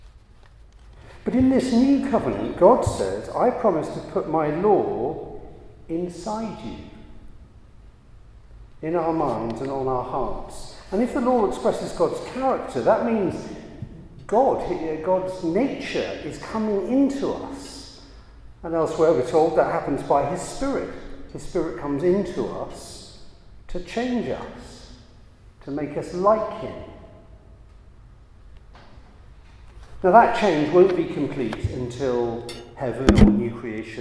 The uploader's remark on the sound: a Christians in Parliament Chapel Service which was held in the Chapel of St Mary Undercroft on Tuesday 4th July 2023